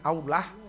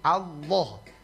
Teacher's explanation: Misalnya huruf lam yang kita tebalkan, takob balau loh loh, Allah itu lamnya kita baca lo kan begitu toh, fakhimilama minismillahi an fathin au dhammin, karena dia diawali oleh huruf haraka fathah atau dhamma, maka otomatis Allahnya harus dibaca tebal · Shown in: second take